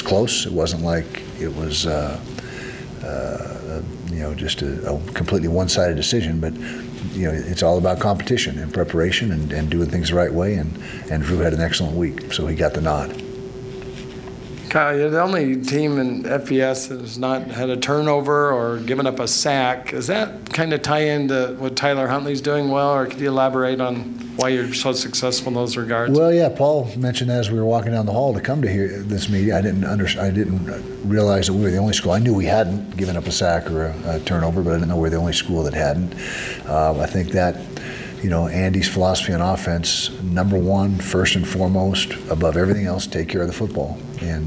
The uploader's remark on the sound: Press Conference - September 9, 2019